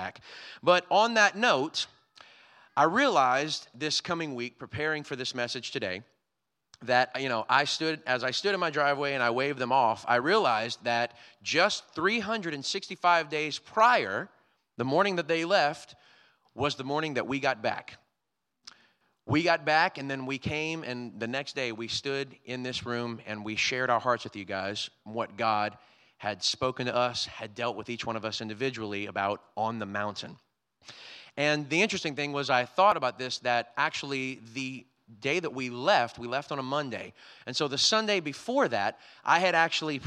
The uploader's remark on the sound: Was recorded on Sunday, August 21st, 2022, during service at The Anchor Church in Rockport, Maine.